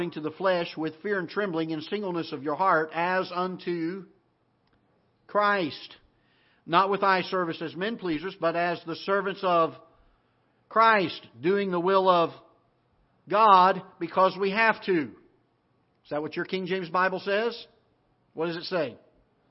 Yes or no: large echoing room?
yes